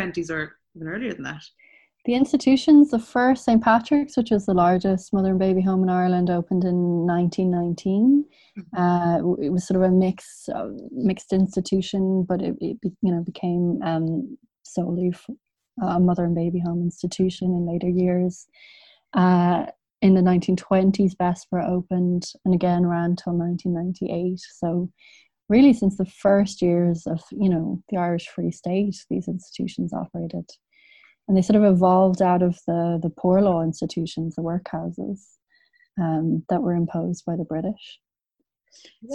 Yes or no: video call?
yes